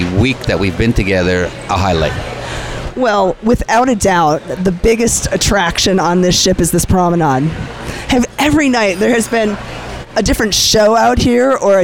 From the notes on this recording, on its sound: Broadcast on location from the Promenade Deck of the Royal Caribbean Cruise Ship. Out on the open seas.